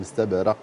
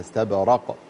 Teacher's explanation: انتبه لكلمة من استبرق الراء انتبه لها قلت مستبرق خلها استبرق الراء تكون على الفتح مفتوحة تكون التفخيم عالي · Shown in: second take